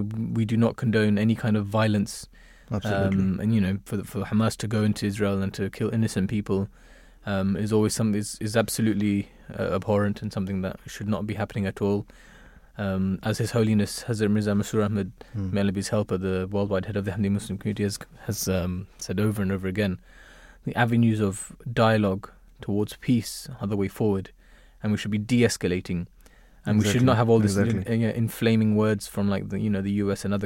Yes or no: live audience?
no